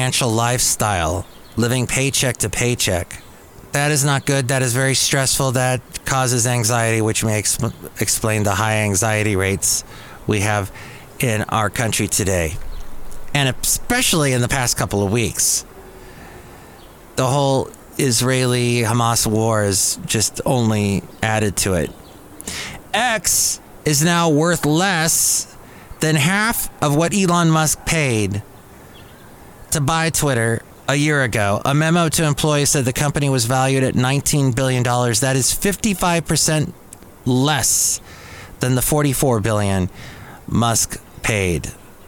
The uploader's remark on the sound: podcasts live from Café Anyway